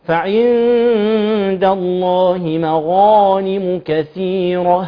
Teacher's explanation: الغين هنا أخذت المرتبة الأولى مفتوح بعده ألف من حروف خص ضغط انقض.